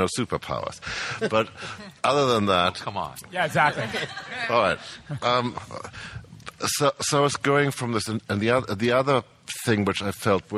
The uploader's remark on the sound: The Man of Steel press conference.